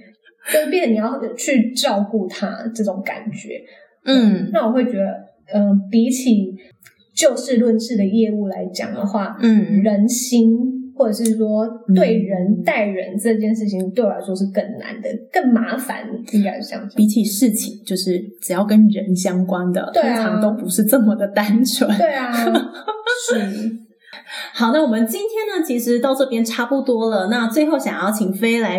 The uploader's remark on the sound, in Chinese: 本集節目的收音狀況不佳，請大家多多見諒